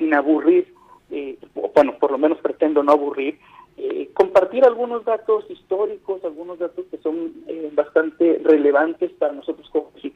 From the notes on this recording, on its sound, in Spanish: entrevistamos vía telefónica